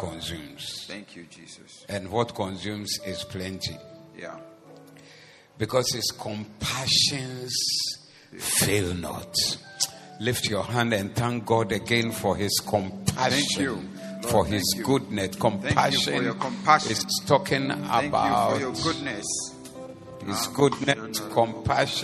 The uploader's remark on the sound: Preached at the Doxa Service.